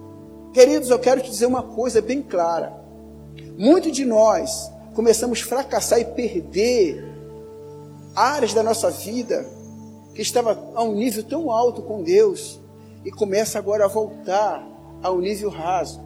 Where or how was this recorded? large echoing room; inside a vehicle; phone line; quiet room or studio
large echoing room